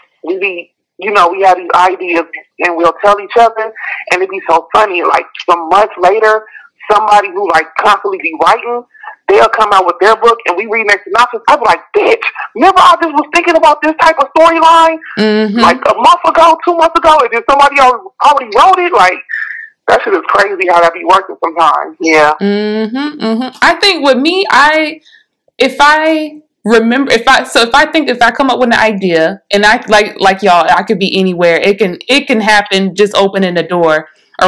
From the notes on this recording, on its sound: On the phone interviewing authors